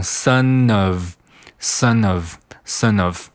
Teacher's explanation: 那这个 son 是一个前鼻音，嗯，结尾和后面的这个 of of 连读变成 sonof